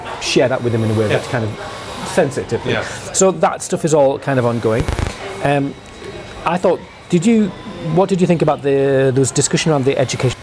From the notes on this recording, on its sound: It was recorded in a pub yard next to a building site, we sat in the cold crisp shade under blue skies and chatted. It was rather pleasant, but noisy!